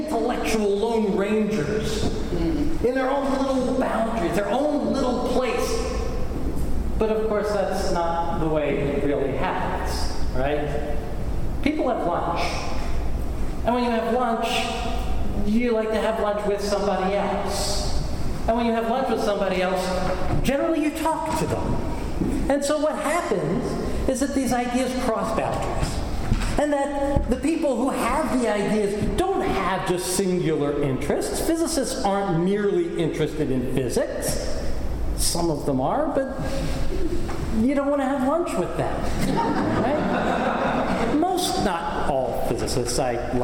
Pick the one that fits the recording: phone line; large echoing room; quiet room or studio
large echoing room